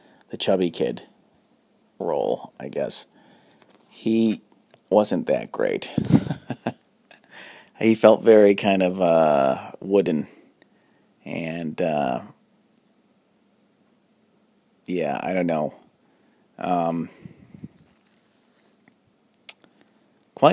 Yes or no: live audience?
no